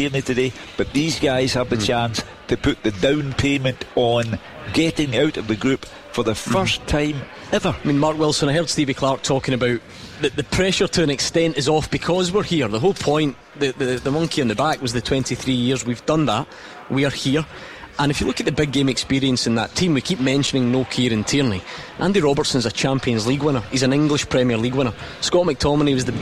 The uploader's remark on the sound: live from Scotland HQ at Drygate Brewery